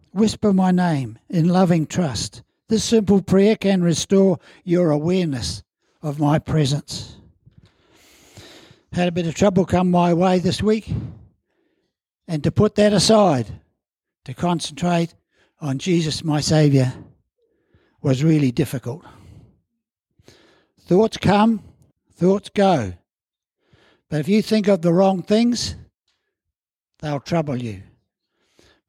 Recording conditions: large echoing room